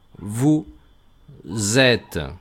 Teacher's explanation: Y habrán observado también que con vosotros, vous, he hecho algo extraño, y es que he pegado una z antes de et